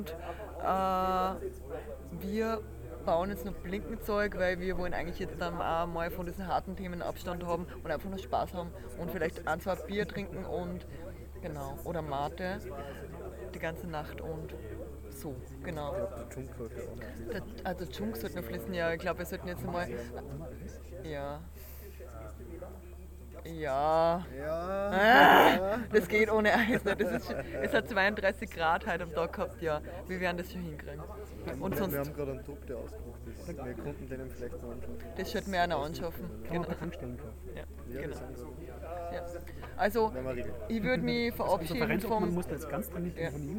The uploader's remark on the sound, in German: Live vom Hack Around the Clock